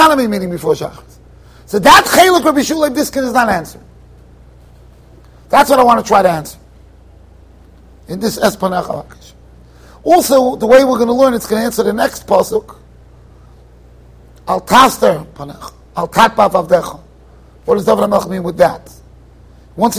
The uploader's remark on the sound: Shiur recorded in Yeshivas Ohr Reuven, Monsey NY